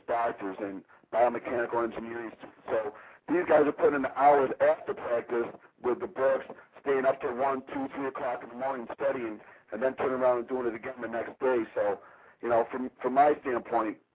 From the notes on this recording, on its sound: weekly call in show